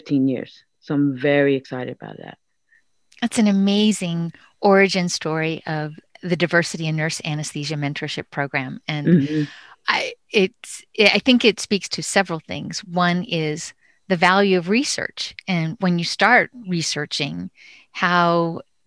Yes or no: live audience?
no